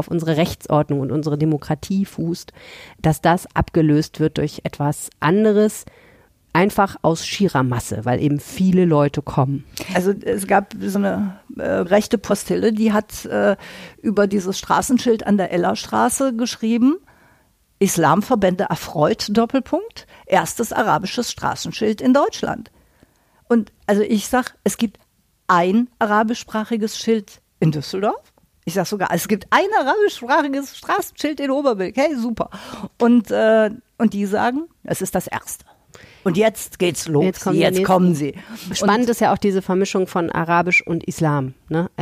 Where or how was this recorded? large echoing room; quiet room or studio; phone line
quiet room or studio